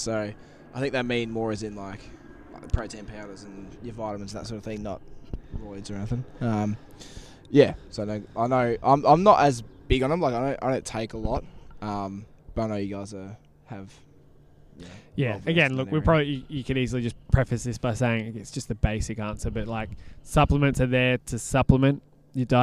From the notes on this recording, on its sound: we recorded outside